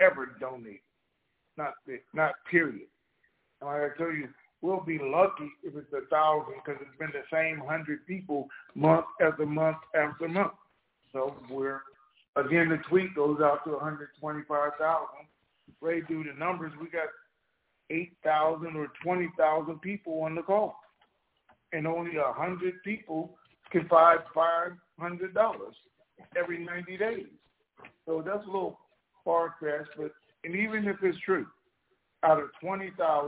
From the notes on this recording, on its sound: TNTSuperfantastic Conference Call.